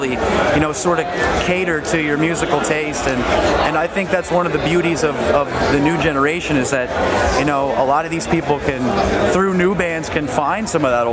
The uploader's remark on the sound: An interview recorded at Download 2015